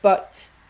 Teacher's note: I think it is worth using the phonemic chart just to, because it's a good way of visually showing, oh, here's this sound that disappeared, or in the word but the t became a glottal stop